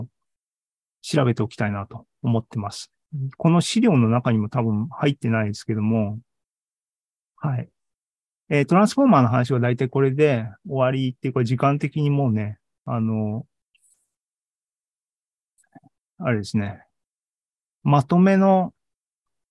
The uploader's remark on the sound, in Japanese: ２０２３年２月２２日に開催した ZOOMライブの模様です